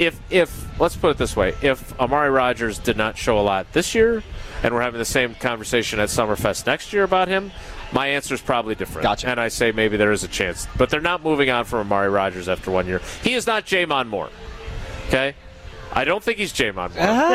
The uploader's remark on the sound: live from Summerfest